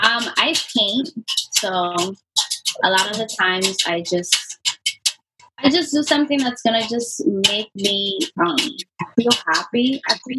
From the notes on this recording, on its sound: A live recording of Career Talk via Zoom.